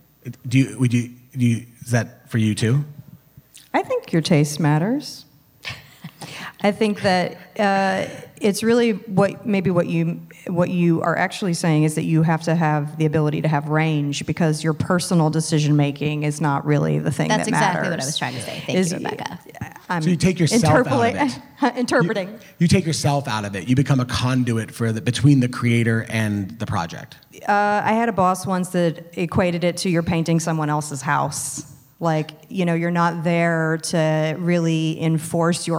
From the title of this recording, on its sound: Live from Midsummer Scream 2022